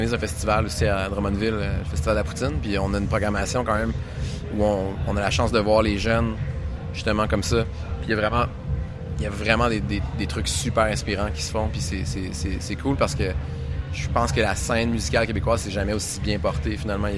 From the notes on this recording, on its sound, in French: depuis le Paléo Festival